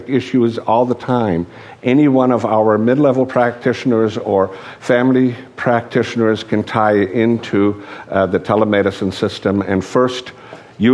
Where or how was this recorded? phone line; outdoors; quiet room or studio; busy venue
busy venue